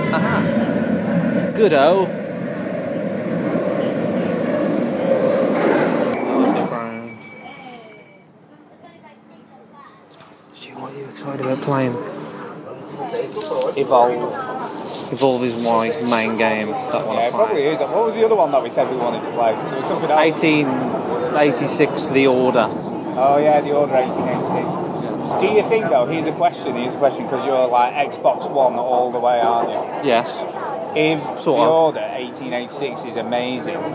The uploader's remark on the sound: recorded a ton of audio of the guys on the show floor